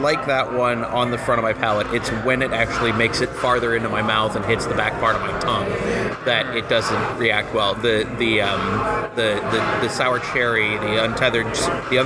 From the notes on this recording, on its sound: Lake Monster Brewing , in Saint Paul, MN. We'll have tastings of several brews recorded at Lake Monster.